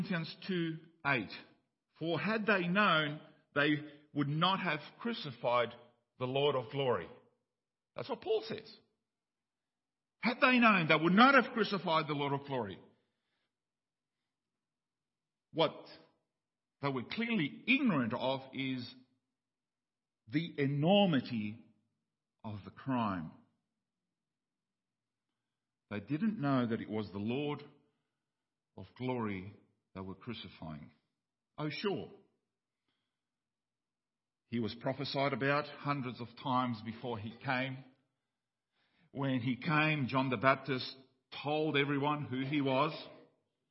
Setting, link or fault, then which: setting, large echoing room